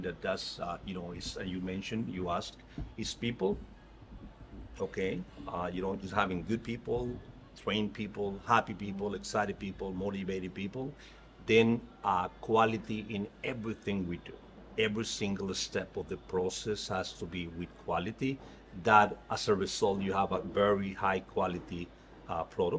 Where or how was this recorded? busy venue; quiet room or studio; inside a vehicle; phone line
busy venue